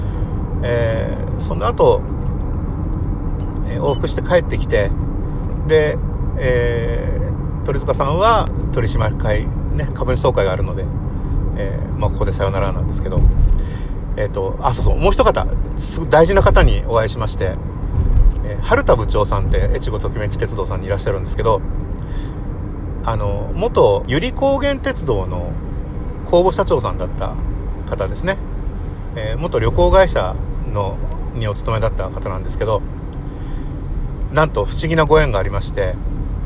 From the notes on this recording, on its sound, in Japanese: 国道246号線を走行しています。クルマの中で録音したので雑音多め。